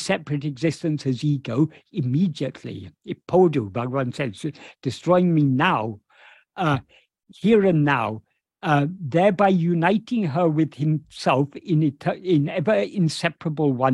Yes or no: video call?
yes